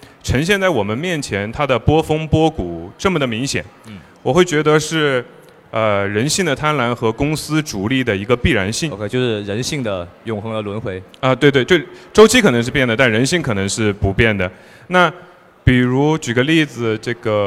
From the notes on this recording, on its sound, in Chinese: 本期节目是我在雪球嘉年华现场的对谈录音。嘉年华是他们每年底都会办的一个线下大型交流活动。